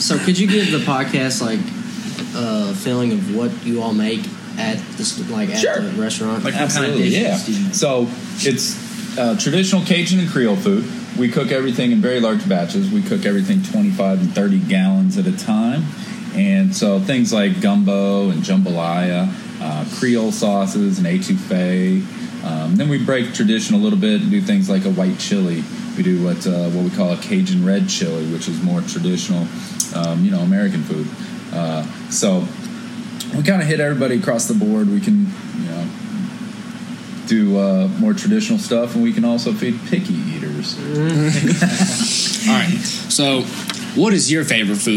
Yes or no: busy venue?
yes